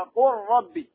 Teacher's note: أدغمت إدغاما كاملا، يعني ذهبت الراء ذاتا وصفة، أدغمت اللام في الراء ذاتا وصفة، فتقرأ هكذا قل ربي، كأن اللام هذه غير موجود، مفهوم؟